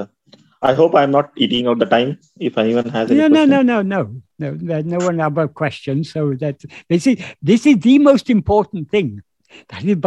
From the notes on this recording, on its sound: In a Zoom meeting of the ‘Ramana Maharshi Foundation UK’ on 9th April 2022